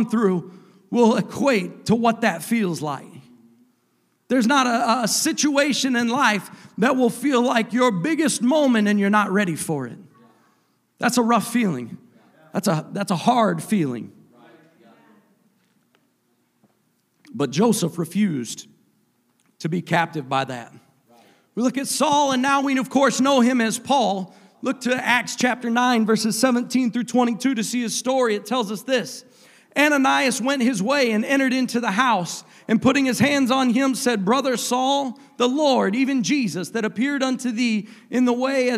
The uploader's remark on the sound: a service recording from Connect Point UPC